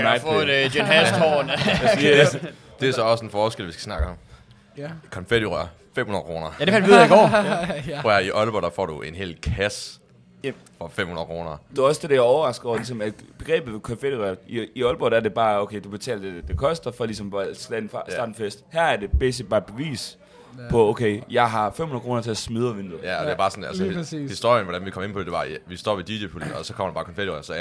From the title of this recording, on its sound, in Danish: Live Fra Guldgrillen!